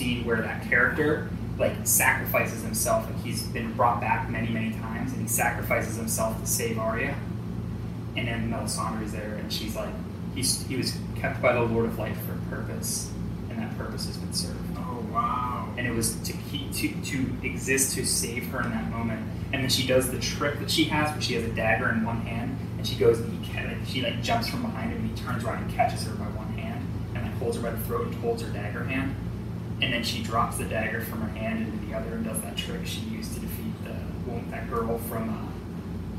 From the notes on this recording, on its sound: We apologize for the audio issues this week